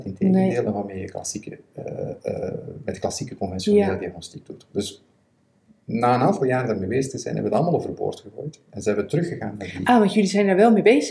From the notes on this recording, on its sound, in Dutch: We zijn ons er van bewust dat de geluidskwaliteit niet optimaal is